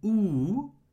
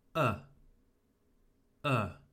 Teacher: Take the oo sound, like good morning, and make it shorter. So from oo, you have uh, uh.